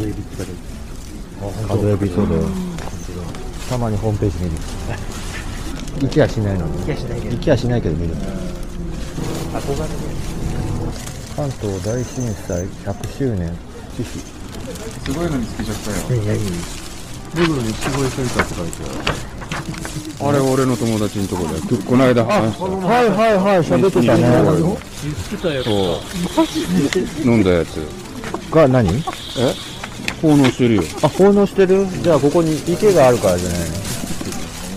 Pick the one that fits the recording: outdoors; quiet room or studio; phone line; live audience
outdoors